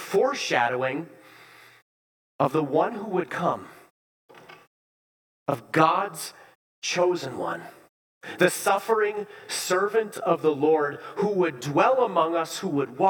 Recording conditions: large echoing room